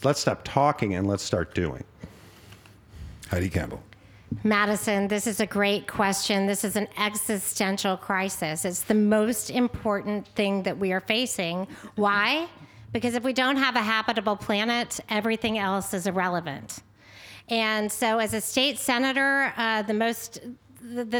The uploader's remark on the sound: Seven candidates took part in the forum, which was held at the Honey Alexander Center in front of a live audience.